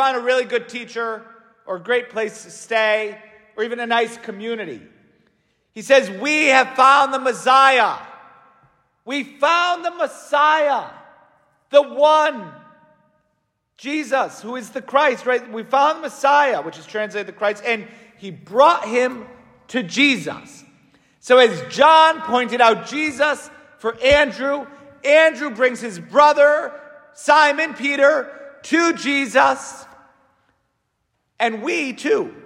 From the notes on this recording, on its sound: St Francis Catholic parish homily.